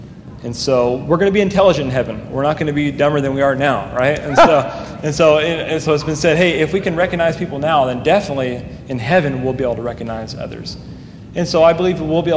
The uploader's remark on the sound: During a live Q&A session at Calvary Hanford.